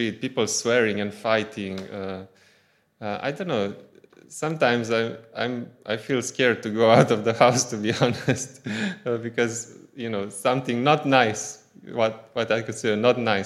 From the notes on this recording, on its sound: Audio from a sermon in Hatch End